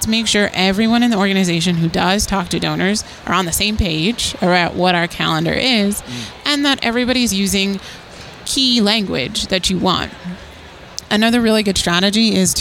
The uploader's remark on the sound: This was recorded at the 2023 Nonprofit Technology Conference, hosted by NTEN.